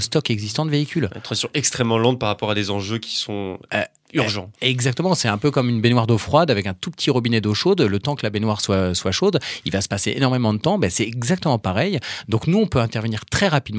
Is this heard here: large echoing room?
no